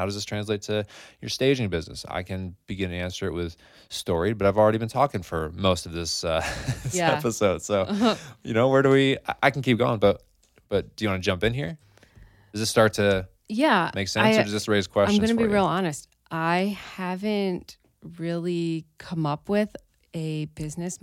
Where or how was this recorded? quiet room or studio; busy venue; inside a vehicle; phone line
quiet room or studio